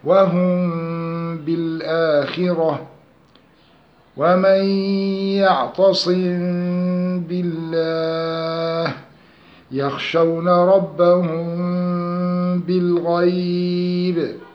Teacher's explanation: فإذا وقع حرف الباء بعد الميم الساكنة، ولا يكون ذلك إلا في كلمتين، أخفيت الميم بغنة، وذلك نحو وهم بالآخرة ومن يعتصم بالله يخشون ربهم بالغيب. ويسمى إخفاء شفويا لأن الميم والباء يخرجان من الشفتين، ويتحقق إخفاء الميم الساكنة بانطباق الشفتين انطباقا يسيرا عند النطق بها مع إثبات الغنة بقدر حركتين، ولا فرق بين الإقلاب والإخفاء الشفوي في النطق.